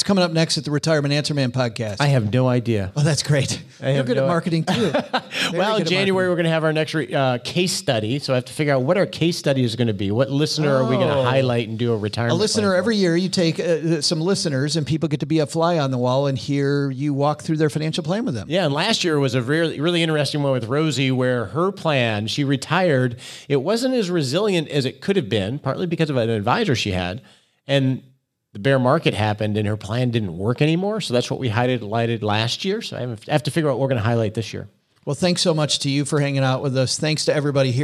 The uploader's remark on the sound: Today we're live from Camp FI (camp financial independence), where a group of like-minded people are hanging out for a weekend. Live radio.